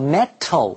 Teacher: 当 T 处于两个母音之间时原本 T 的音就会变成的 D 的音